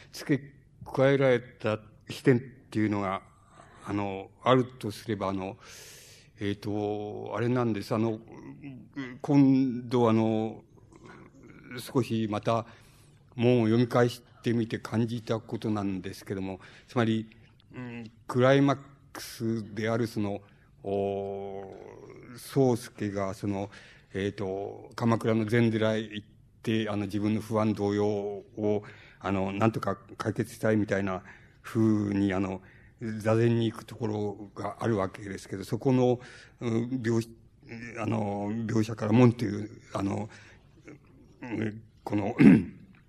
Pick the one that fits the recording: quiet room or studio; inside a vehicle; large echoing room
large echoing room